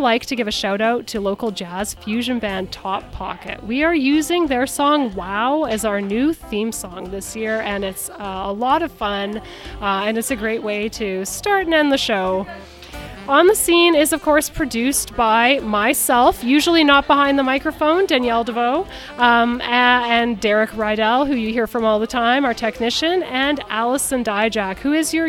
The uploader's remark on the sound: Broadcast live from The Adventurer's Guild Cafe in Downtown Kitchener